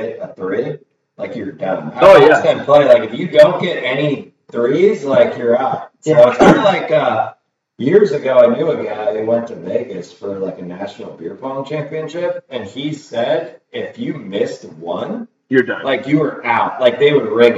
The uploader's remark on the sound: This episode was recorded right from our live stream where we had some sound issues.